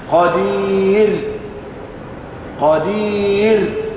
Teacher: كذلك ترقق الراء إذا وقع قبلها الياء الساكنة، الياء الساكنة المادية